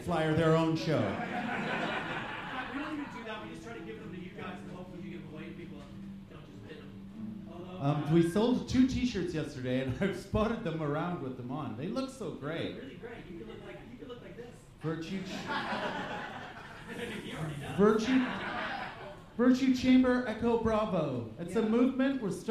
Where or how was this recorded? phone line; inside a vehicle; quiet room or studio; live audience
live audience